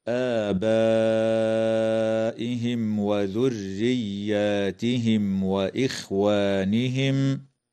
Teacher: تظهر الميم الساكنة عند الواو في قوله تعالى: آبائهم وذرياتهم وإخوانهم